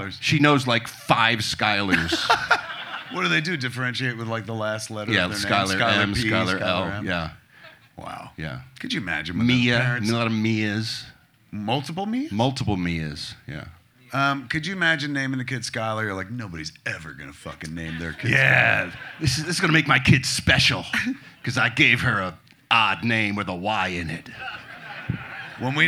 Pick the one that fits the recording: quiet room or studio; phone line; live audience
live audience